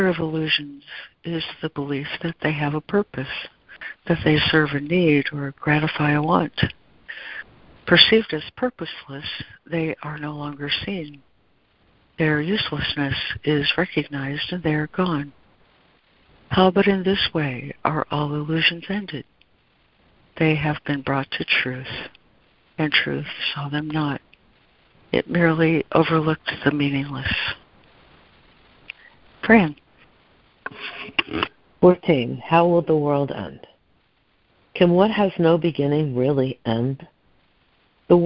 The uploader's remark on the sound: ACIM Daily Conference Call